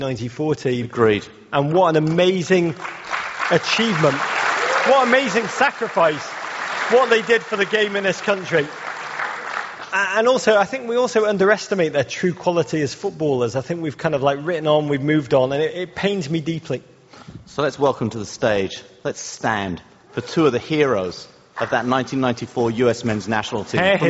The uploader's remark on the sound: Live from Broadway